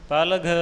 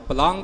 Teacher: ਪਲਘ ਪੱਪਾ ਲੱਲਾ ਅਤੇ ਘੱਗੇ ਸਿਆਰੀ ਆਈ ਹੈ। ਇੱਥੇ ਆਪਣੇ ਕੋਲੋਂ ਬਿੰਦੀ ਜਾਂ ਟਿੱਪੀ ਦਾ ਉਚਾਰਨ ਨਹੀਂ ਕਰਨਾ, ਪਲੰਘ ਨਹੀਂ ਬੋਲਣਾ · Shown in: first take · ਕਿਉਂਕਿ ਸਤਿਗੁਰਾਂ ਨੇ ਟਿੱਪੀ ਇੱਥੇ ਨਹੀਂ ਲਿਖੀ।